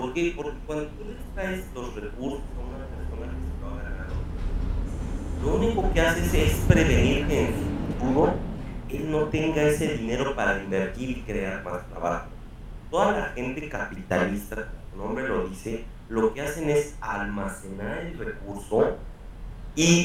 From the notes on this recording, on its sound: Bad audio sorry.